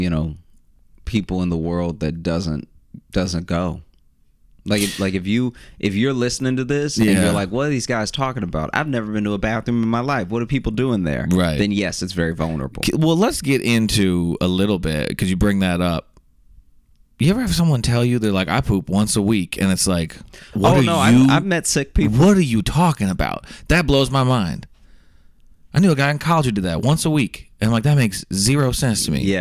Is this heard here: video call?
no